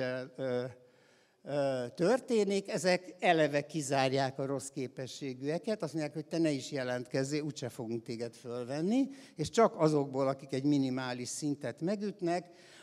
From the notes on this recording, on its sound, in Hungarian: a hatodik Qubit Live-on tartott előadásában